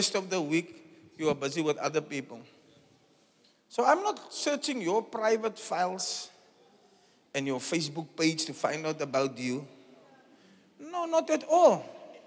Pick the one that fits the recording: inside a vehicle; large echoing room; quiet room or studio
large echoing room